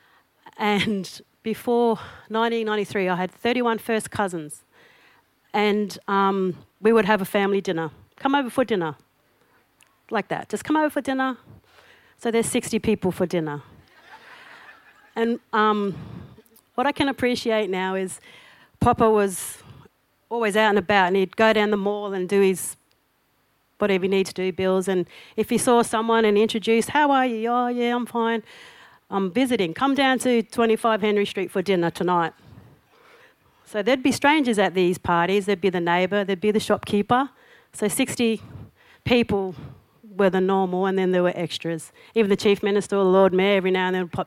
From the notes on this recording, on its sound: SPUN: True Stories Told in the Territory is a live storytelling event that showcases some of the extraordinary people and stories that make up the Northern Territory. Popping up at different venues across Darwin. Told at our event at the 2017 Darwin Festival.